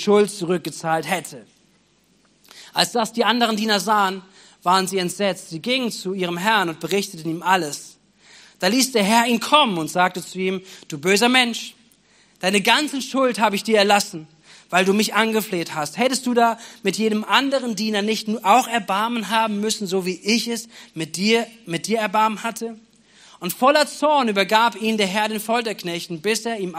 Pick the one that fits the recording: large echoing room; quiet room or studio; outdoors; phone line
large echoing room